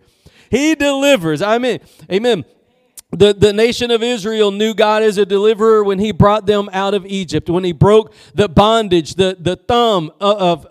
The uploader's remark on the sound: Preached at Gospel Lighthouse in Bossier City, La.